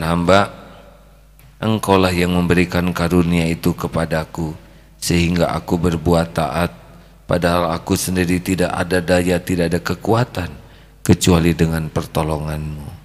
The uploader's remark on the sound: Live Masjid Daarut Tauhiid Bandung